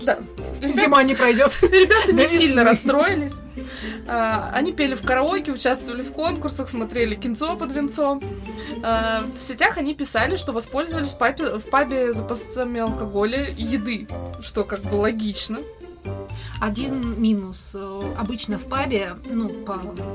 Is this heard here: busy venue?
no